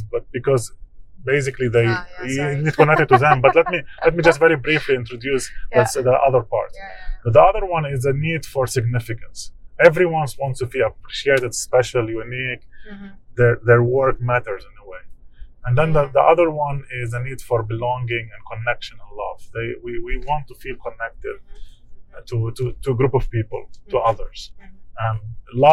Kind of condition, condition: setting, inside a vehicle